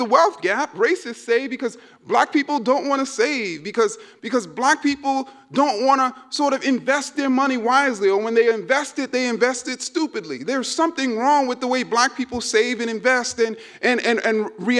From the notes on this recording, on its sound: keynote speech at the Dear White People Symposium (February 17, 2019 at E-Werk in Freiburg, Germany)